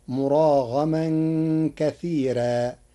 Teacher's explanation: قرأ ورش كلمة كثيرا بترقيق الراء فتصير مراغما كثيرا لوجود الياء الساكنة قبلها.